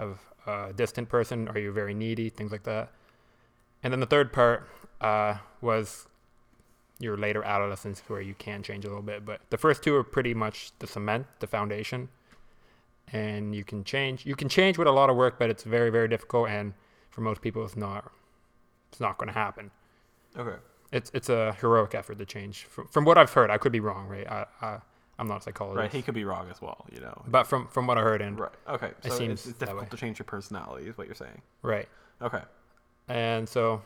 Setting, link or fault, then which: fault, hum or buzz